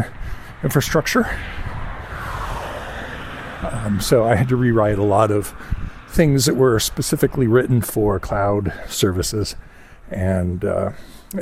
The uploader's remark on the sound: I clip on my portable mic and take a little walk